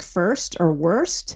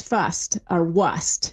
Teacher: that's where we really see the R starting to drop, right before S's · Shown in: second take